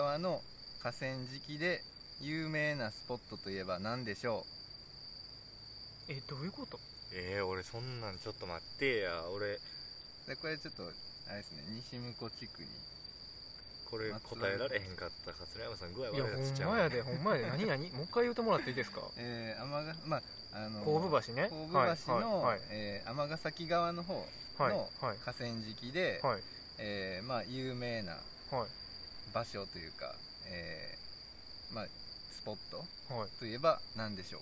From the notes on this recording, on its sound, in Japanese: 今回は西武庫公園で収録しました。ええ歳した男が3人、地べたに座りながら夜な夜な話した。